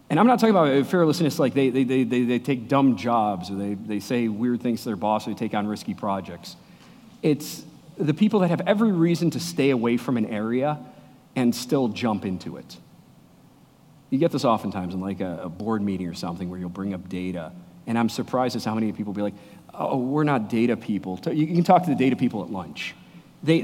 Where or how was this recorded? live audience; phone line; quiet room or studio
live audience